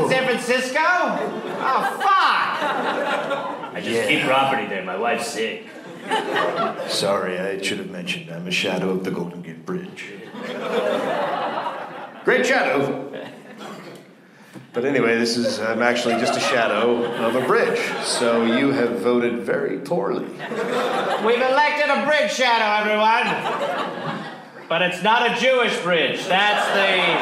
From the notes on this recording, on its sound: Recorded live in Las Vegas